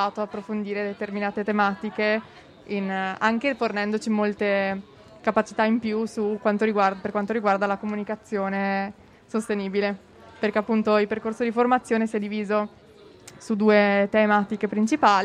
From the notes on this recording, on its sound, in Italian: Le interviste dell’Agenzia di Stampa Giovanile al Festival dell’Economia. In diretta dalla piazza che cresce della Fondazione Demarchi.